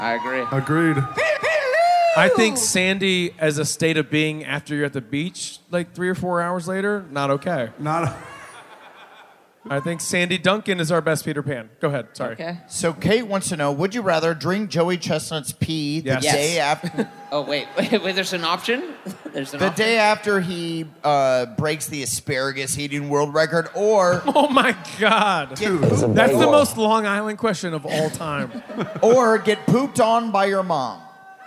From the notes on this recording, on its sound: Live from Long Island!